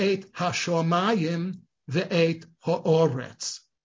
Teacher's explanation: native authentic Yemenite pronunciation, pronounces the kametz as an aw